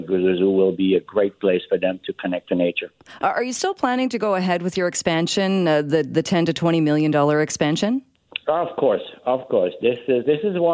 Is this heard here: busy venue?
no